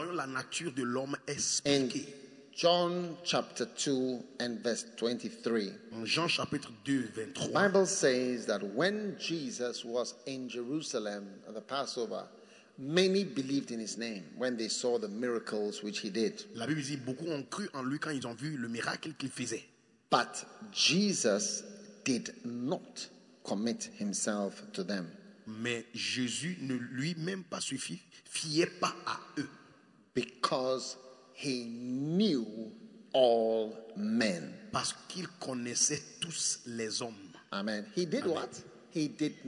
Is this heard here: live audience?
yes